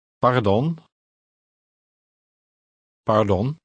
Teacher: Note the sound of the Dutch R in the middle of the word. It is pronounced with a slight trill.